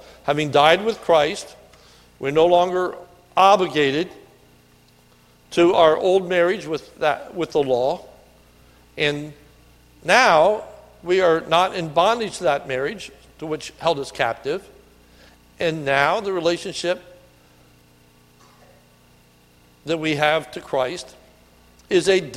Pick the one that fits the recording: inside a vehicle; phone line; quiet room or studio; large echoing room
large echoing room